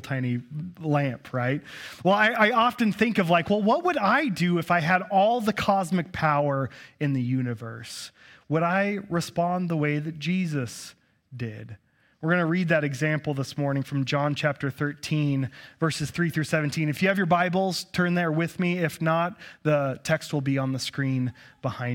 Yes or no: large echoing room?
yes